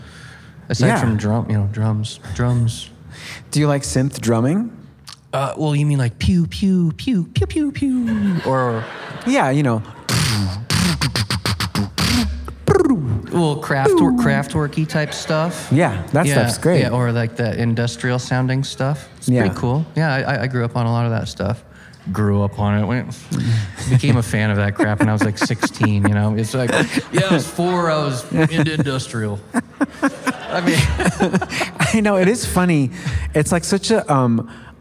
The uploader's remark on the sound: We announced this surprise Talkhouse Podcast live episode at Life is Beautiful less than 45 minutes before it started. By the time the venue where we were recording opened its doors, an impossible line snaked through rows of metal dividers, down the block, and out of sight around the corner.